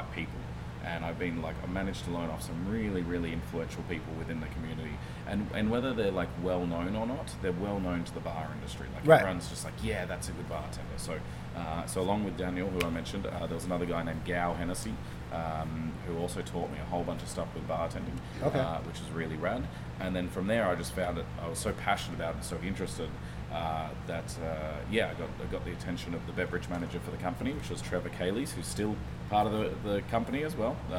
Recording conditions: busy venue